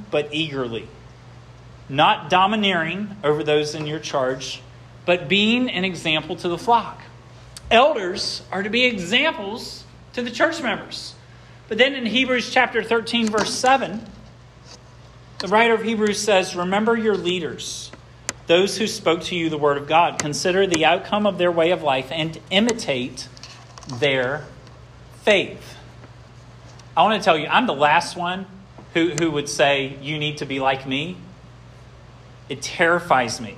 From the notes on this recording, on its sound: This sermon was preached at Hope Fellowship on Jan.